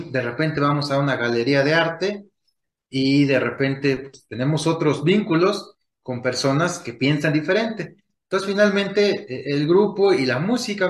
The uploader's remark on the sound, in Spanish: Charlamos via zoom